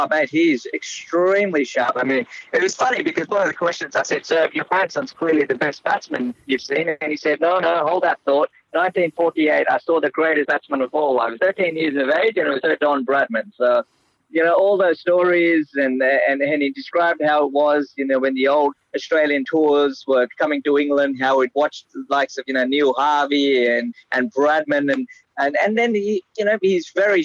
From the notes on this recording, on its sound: phones in from the World Cup on Wheels